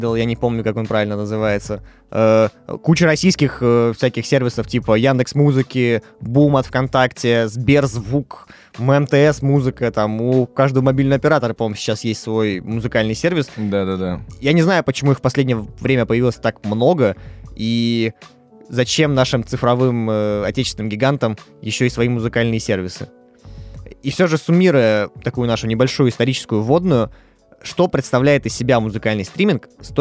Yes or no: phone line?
no